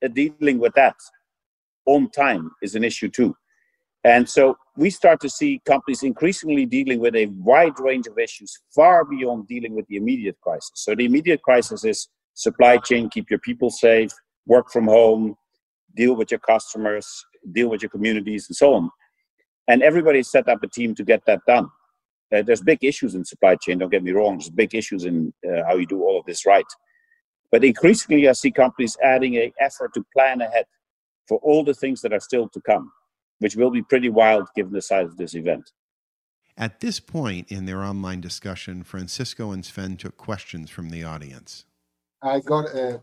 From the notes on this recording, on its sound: Spoke via video conference in mid-April. This is an edited version of their conversation.